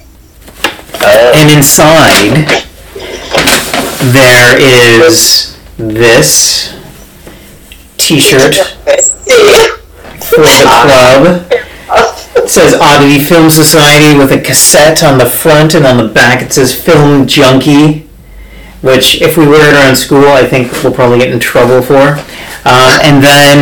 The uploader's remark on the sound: I'm pretty sure the sound quality sucks